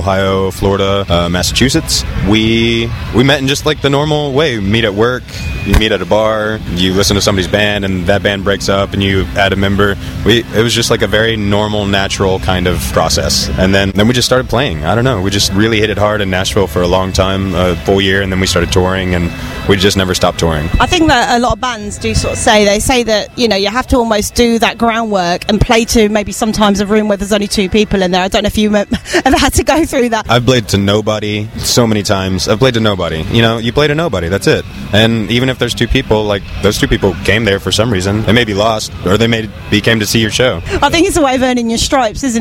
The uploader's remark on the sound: backstage at Download Festival 2018